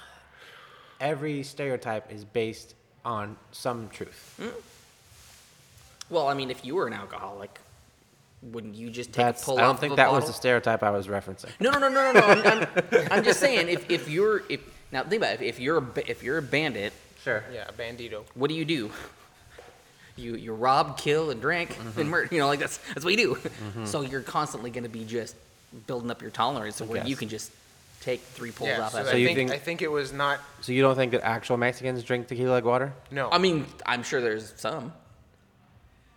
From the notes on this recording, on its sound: Recorded at Wildman Gastro Pub in Olympia Wa! Enjoy some good audio texture and so much more!